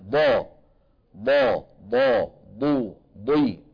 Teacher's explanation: الضاد كما ذكر أئمتنا من حافة اللسان اليمنى أو اليسرى أو منهما معا، مع ما يحاذيه من الجدار الداخلي أو الصفحة الداخلية للأضراس العليا